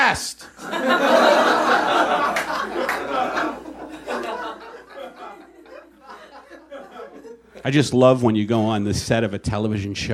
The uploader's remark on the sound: Perform live at the late, lamented Improv Lab- back when live shows were still gonna be a regular thing.